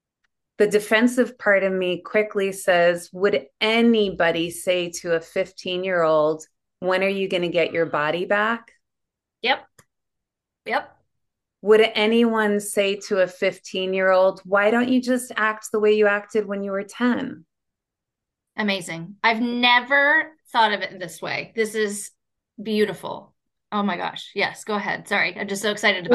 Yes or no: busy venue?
no